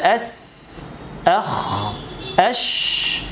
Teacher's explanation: نلاحظ أن الصوت والنفس يجريان بسلاسة ووضوح. يبقى المجموعة الرابعة دي حروف سهلة يسيرة في النطق، اللي فيها الهمس وفيها الرخاوة، في جريان نفس مع جريان الصوت، والدنيا هنا بتبقى مريحة شوية في القراءة.